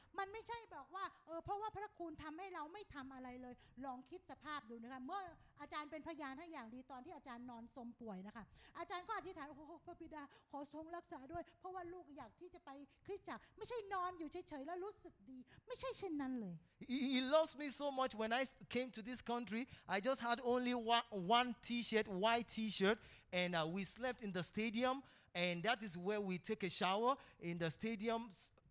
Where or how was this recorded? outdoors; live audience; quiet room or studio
live audience